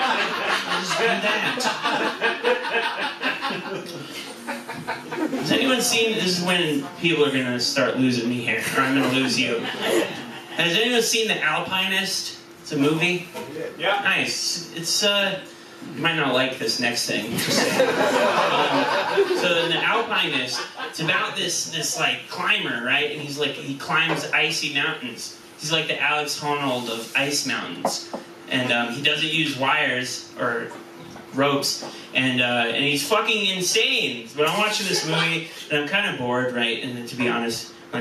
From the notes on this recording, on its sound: our recording had some issuses